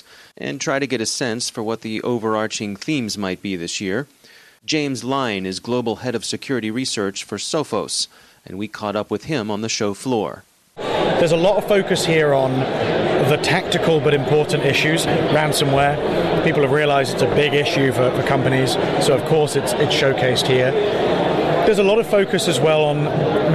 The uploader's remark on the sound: Provides his take of the RSA conference from the show floor.